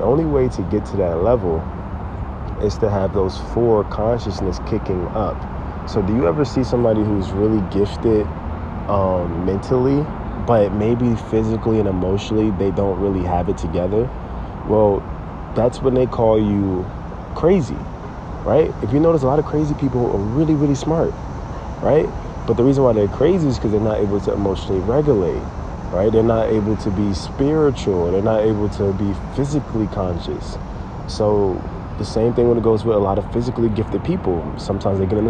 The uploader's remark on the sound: This podcast was recorded from a tree!